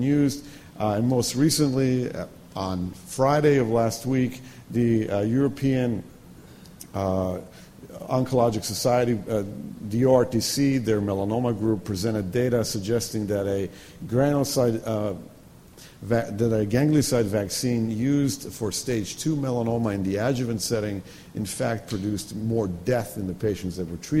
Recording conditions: large echoing room